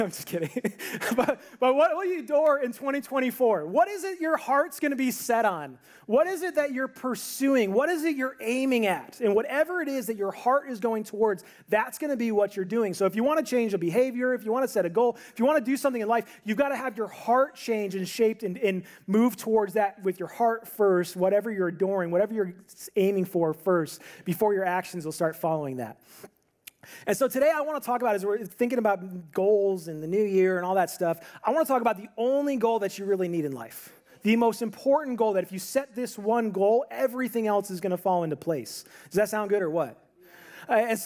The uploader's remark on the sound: This audio is from a sermon that I preached on New Year's Eve at my church